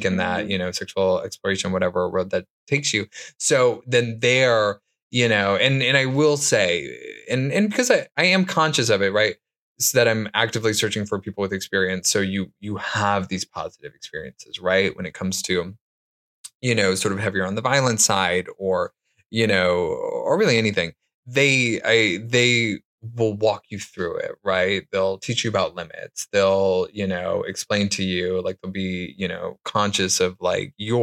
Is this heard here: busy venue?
no